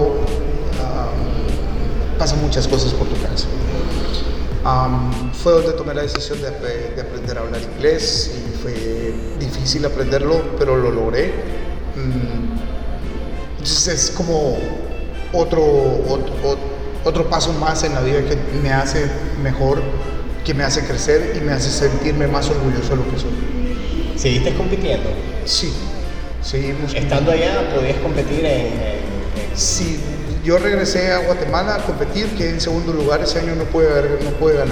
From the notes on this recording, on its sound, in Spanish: Teco Coffee House en el Festival Centroamerica de Café.